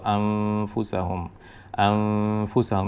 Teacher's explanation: আমরা নুনটাকে প্রকাশ করব না, বলবো আনফুসাহুম আনফুসাহুম, এবং গুন্না থাকবে প্রায় 1.5 অথবা 2 সেকেন্ডের মতন · Term: ইখফা